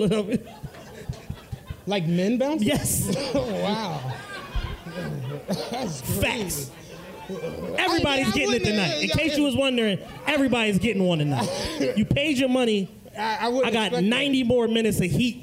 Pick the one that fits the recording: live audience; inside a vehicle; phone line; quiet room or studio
live audience